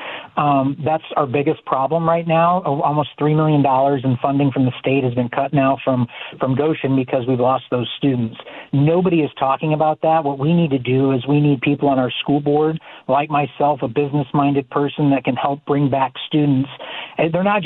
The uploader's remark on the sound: called in today during my last call for candidates and voters